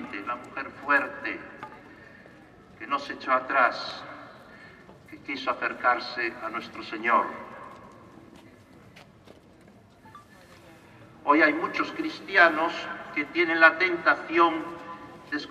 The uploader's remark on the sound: Praza Da Quintata De Vivos, Santiago de Compostela, Spain - Procession of the Holy Encounter. 13 seconds after I pressed record the liturgy began. Sombre music (advice as to which piece is welcome) played by the band, carrying of pasos (floats), the tapping of staves and dragging of chains.